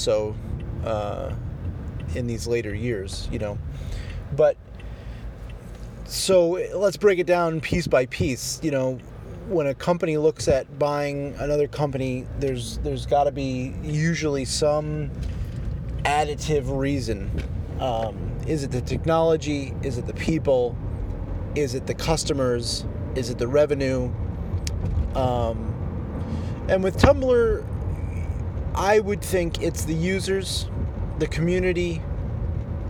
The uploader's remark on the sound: while driving (sorry for the audio quality) I recorded a quick audio bit